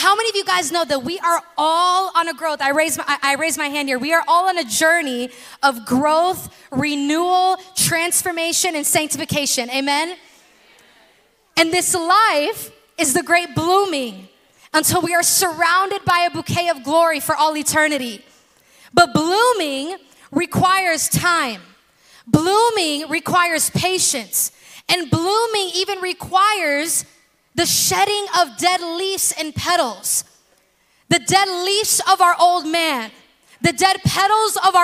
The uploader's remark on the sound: In this special episode recorded at our February Bloom Night.